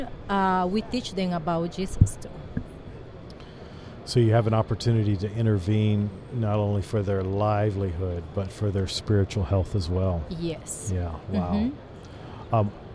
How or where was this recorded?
busy venue